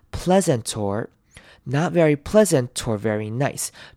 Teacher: pleasant 跟 or 这两个字我们要稍微连音 pleasant or not very pleasant or verynice，就是把 t 的声音移到 or 那边去。